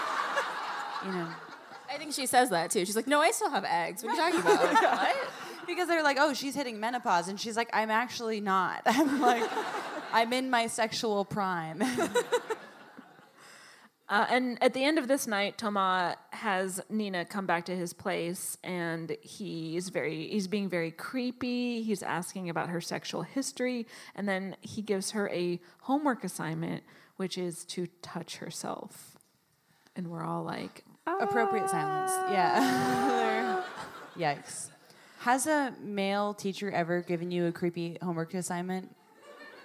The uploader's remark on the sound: live at the Brooklyn Podcast Festival!